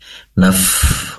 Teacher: Izin kami koreksi ketika membaca kullu nafsin tadi masih belum terdengar secara sempurna aliran nafas dari huruf fa. Naf, karena fa ini memiliki sifat hamas yang harus mengalirkan nafas atau udara